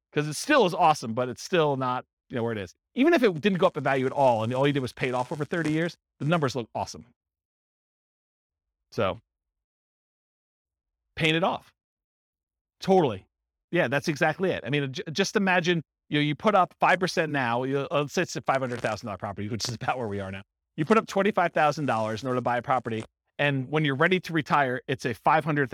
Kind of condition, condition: setting, live audience